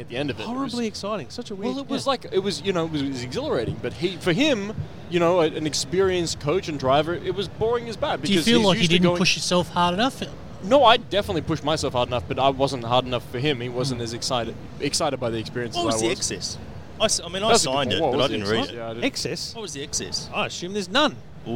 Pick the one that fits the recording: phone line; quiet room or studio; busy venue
busy venue